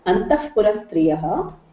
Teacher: In Sanskrit there is no fa, but the sound that comes when there is a visarga and after that there is a pa, it becomes like half fa